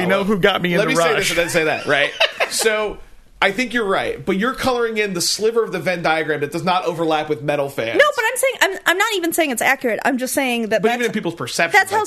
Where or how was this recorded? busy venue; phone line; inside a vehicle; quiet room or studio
quiet room or studio